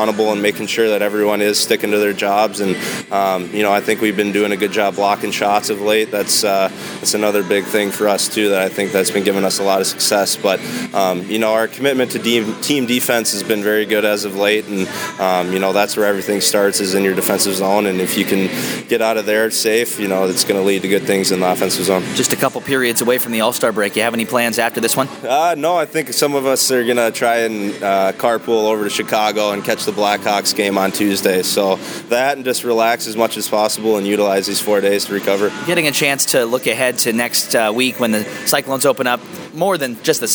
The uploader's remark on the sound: between periods on January 20 as Cincinnati battles Trenton!